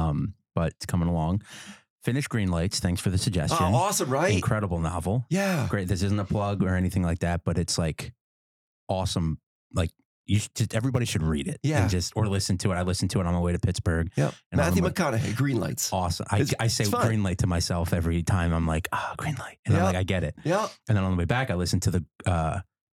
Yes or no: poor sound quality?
no